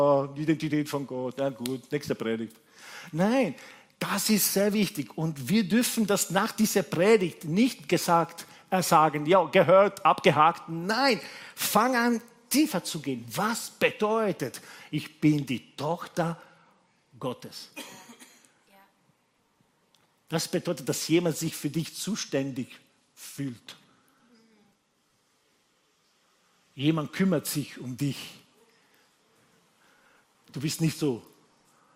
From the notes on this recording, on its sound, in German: Gottesdienst live aus der LIFE Church Wien